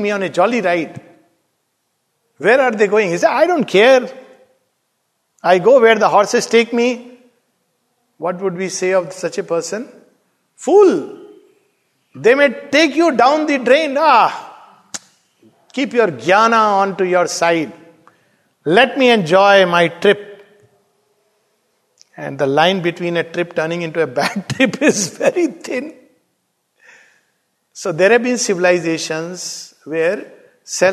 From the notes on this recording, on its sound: This talk delivered at Savitri Bhavan